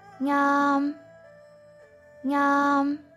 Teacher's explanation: The first tone is high and flat, like nyam, nyam.